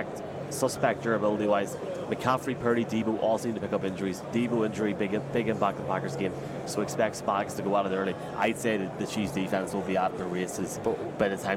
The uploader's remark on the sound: From Radio Row